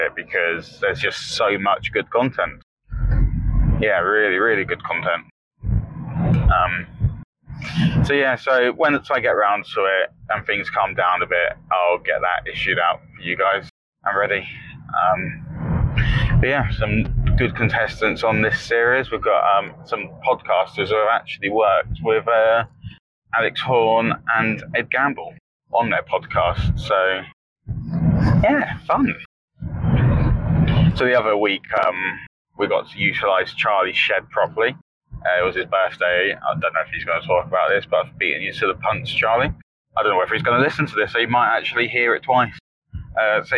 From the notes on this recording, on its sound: Not in the same room, or at the same time... Whilst he's driving home from a night shift.